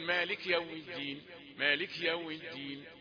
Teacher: طيب مالك يوم الدين، الخطأ الشائع فيها أن يسكن الكاف فيقول مالك يوم الدين مالك يوم الدين، تأتي الكاف ساكنة ويكتفي بأنها مهموسة وخلاص، يظن أن هذه هي الحركة مالك يوم الدين.